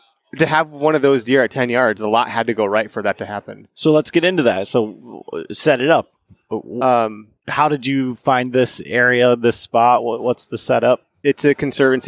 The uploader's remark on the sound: This podcast was recorded in the Latitude Outdoors booth at the 2022 ATA show in Louisville Kentucky.